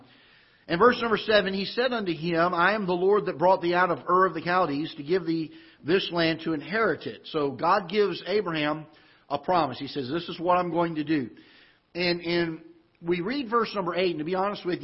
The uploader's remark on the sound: Ketha Heights Baptist Church ~ Live Broadcast